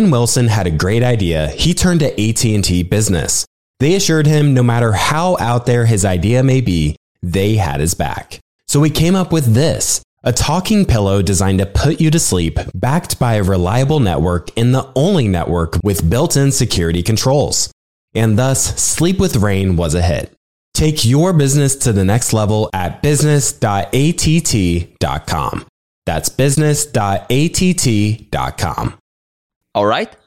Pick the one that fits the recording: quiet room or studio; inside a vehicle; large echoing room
quiet room or studio